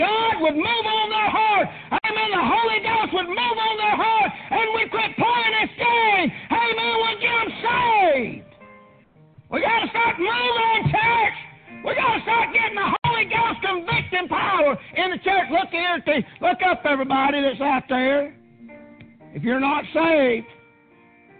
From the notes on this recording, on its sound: Preached on June 30th 2019 at Prayer Baptist Church